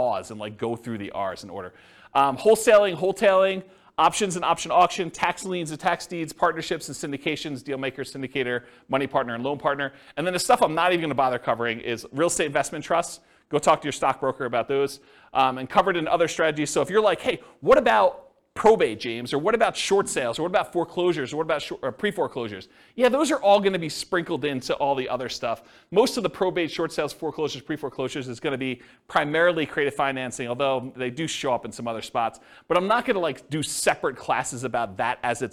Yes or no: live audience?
yes